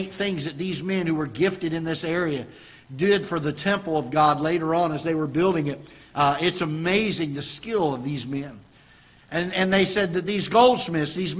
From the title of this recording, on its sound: Ketha Heights Baptist Church ~ Live Broadcast